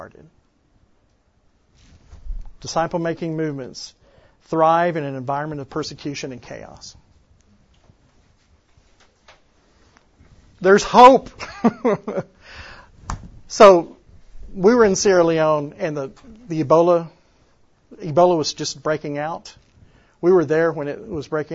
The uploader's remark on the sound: The following audio comes from the 2016 National Disciple Making Forum with Discipleship.org.